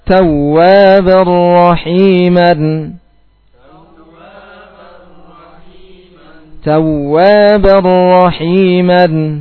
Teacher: Kamil. Karena peleburannya sempurna, hilang sifat dari nun dan tanwin.